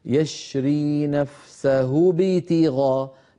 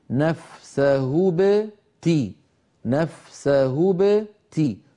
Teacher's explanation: أما الباء فتخرج ساكنة من غير كسر · Shown in: second take · هكذا، نفسه بتي نفسه بتي، فالخفض عند حرف التاء نعم وليس من حرف الباء.